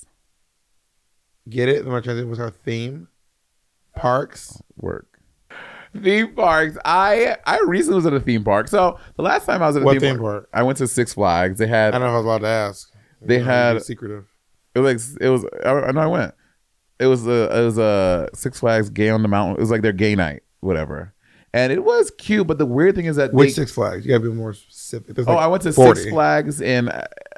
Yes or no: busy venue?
no